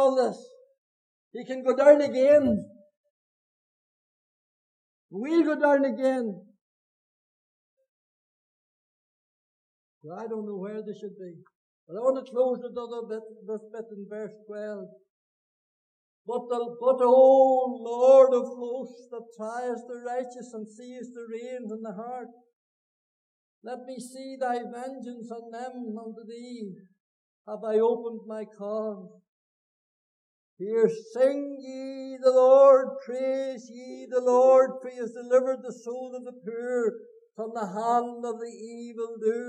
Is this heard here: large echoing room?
yes